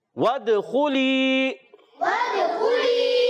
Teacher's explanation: دال میں اس یہاں پر بھی کلکلا ادا ہوگا، آواز لوٹ کر آئے